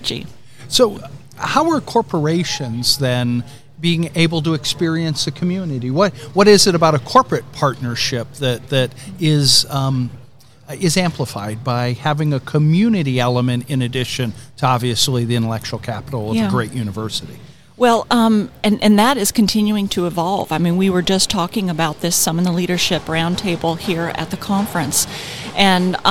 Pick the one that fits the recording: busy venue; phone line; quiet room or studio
busy venue